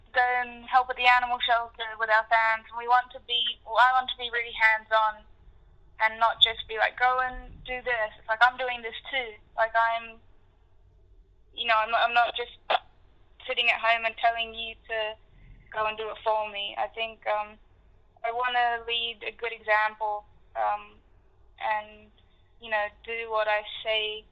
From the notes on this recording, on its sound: Recorded over the phone